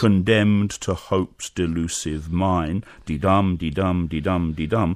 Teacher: it's in iambics, which means that every other syllable is stressed